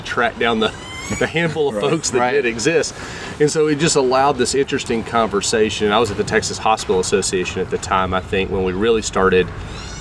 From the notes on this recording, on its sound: Recording live from the Healthcare Internet Conference in Scottsdale, AZ. Head outside to record a show.